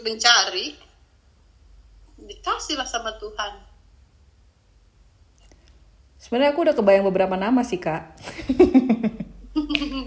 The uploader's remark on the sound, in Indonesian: Gmeet Malam Minggu